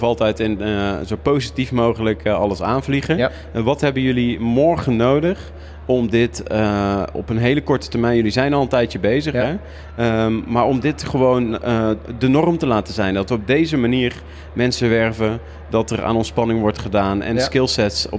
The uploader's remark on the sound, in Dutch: live op de Invictus Games op de podbank